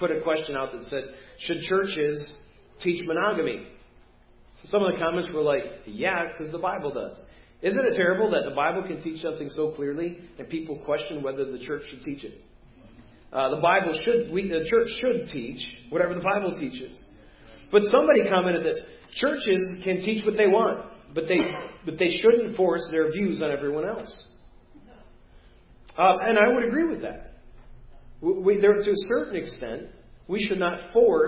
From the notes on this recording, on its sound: Preached at First Baptist Church of Hazel Park